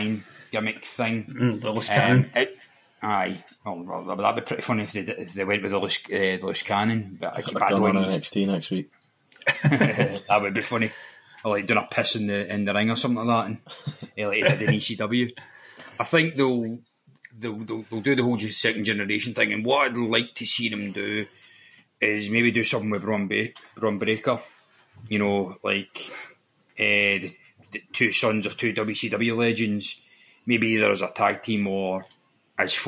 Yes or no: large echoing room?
no